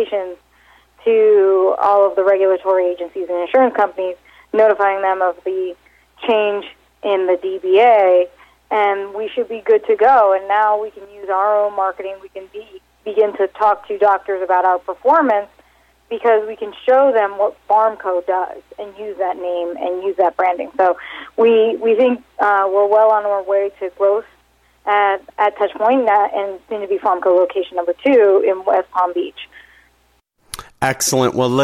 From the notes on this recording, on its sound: called in to SmallCapVoice.